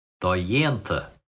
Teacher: secondary stress followed by primary stress.